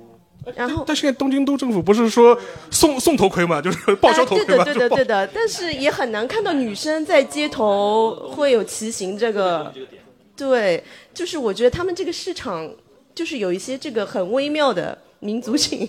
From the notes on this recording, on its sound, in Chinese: 东亚观察局》线下见面会东京站实况。